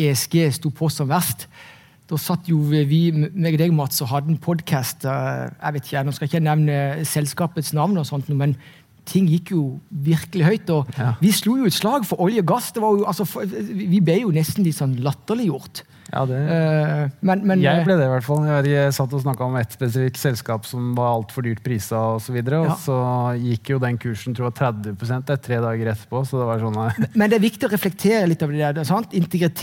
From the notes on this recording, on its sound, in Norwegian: Ukens Markedspuls ble tatt opp under Nordnet Investorkveld Stavanger